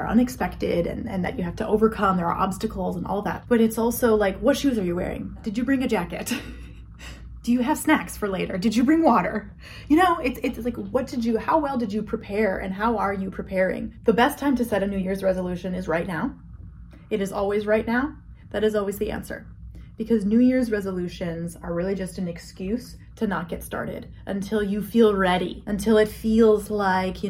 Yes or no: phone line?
no